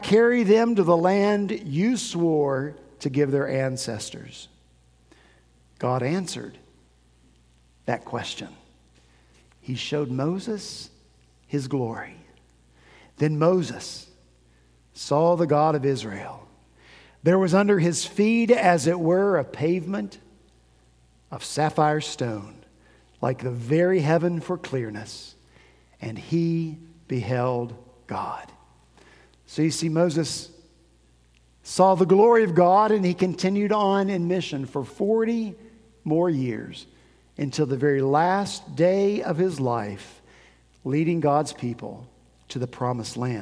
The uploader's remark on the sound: At Redeemer Presbyterian Church in Charleston, SC